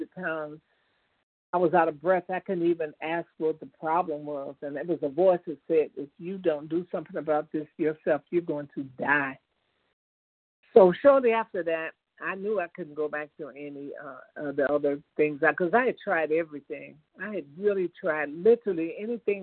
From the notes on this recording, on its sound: 100 Pounders Phone Meeting